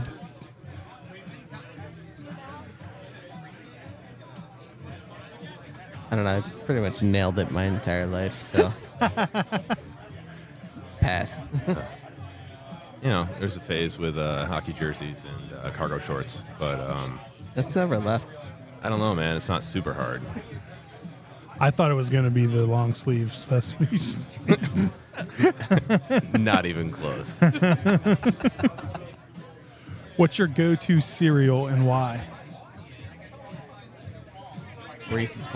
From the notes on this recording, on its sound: Stupid Questions at Luau 2023. For this episode we headed up to Rochester, NY for the Mortalis Brewing Company and Swiftwater Brewing Luau beer festival to record asking stupid questions at the brewer's party.